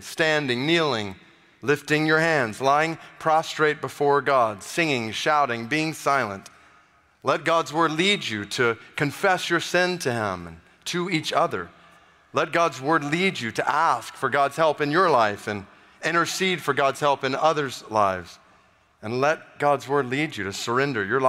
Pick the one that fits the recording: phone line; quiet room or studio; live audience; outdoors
live audience